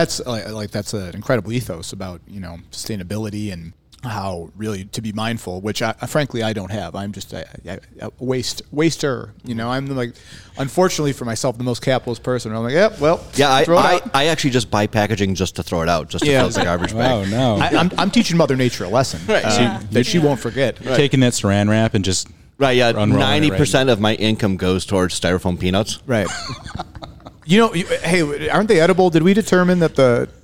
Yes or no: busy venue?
yes